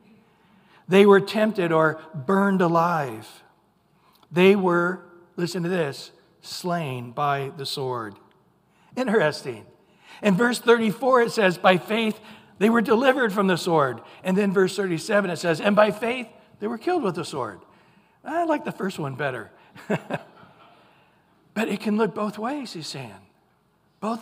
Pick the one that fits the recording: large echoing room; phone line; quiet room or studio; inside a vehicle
large echoing room